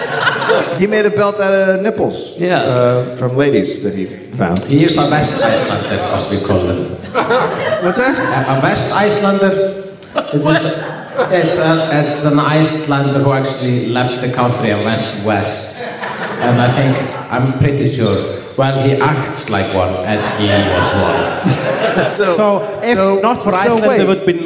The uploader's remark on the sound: Live from Reykjavik